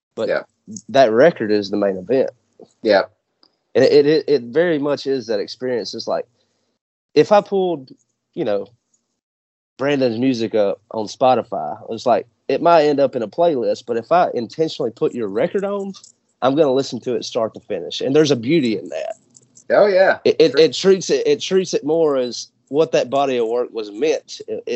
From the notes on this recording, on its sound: Skype called out to the Dallas/Fort Worth area.